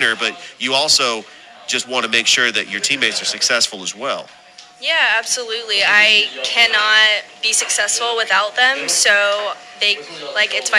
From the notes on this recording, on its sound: Live show at Ivy Park Sports Bar and Grill